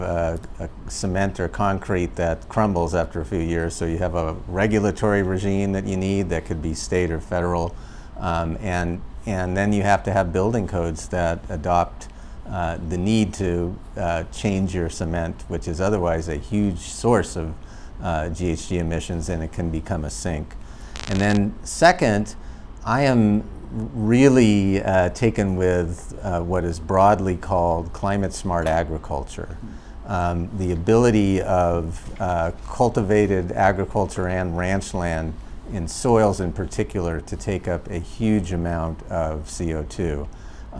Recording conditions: busy venue